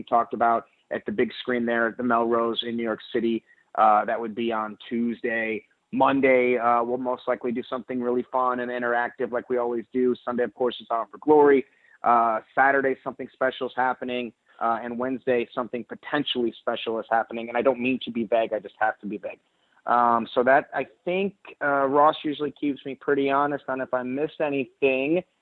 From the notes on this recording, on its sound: This is the full audio from the August 29, 2019 Impact Wrestling Media Call.